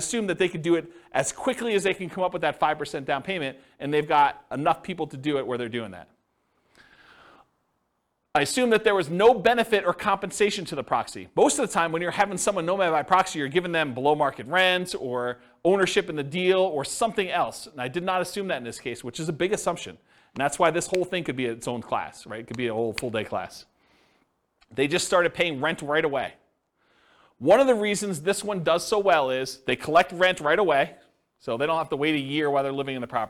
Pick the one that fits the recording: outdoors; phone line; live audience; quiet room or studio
live audience